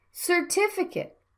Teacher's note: Certificate, you have to stress on the second vowel